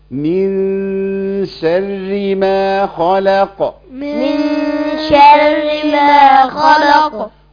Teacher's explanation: يبقى حاجة عند خلق بس، وهعمل تبويزة بسيطة عند الخاء وعند القاف، واللام فيها ابتسامة